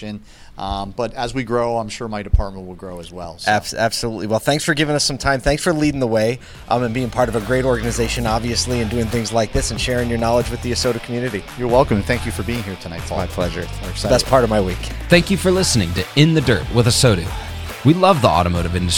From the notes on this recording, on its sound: ASOTU was on the ground during the Ciocca Dealerships Flemington and Southern Region Fixed Ops Celebration Dinner in December 2022